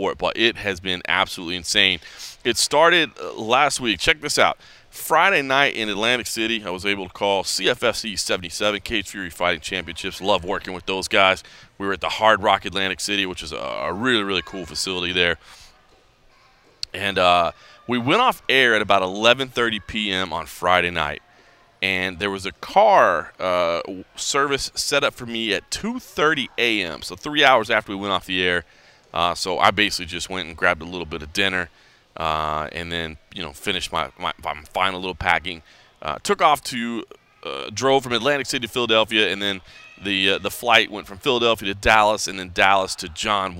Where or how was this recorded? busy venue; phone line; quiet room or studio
busy venue